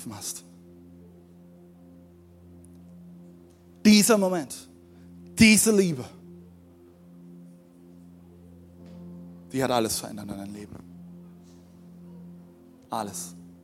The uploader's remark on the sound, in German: Audiomittschnitt der Predigt. Im Kurländer Palais in Dresden.